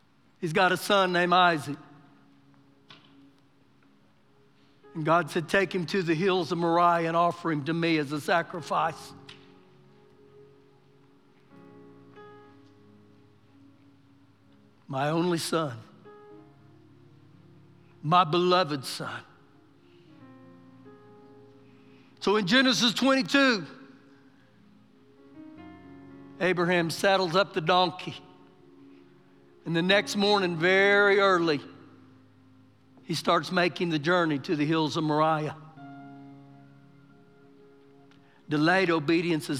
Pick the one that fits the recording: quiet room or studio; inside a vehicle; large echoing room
large echoing room